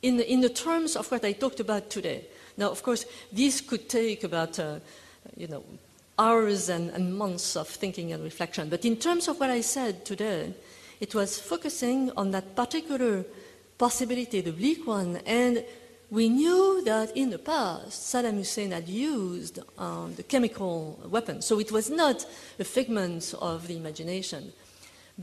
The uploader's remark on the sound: Freeman Spogli Institute's 2006 International Conference first plenary panel.